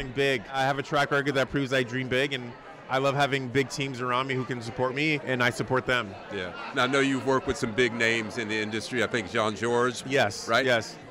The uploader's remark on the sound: We were honored to host Corner Table Talk LIVE at the 2023 James Beard Awards in Chicago.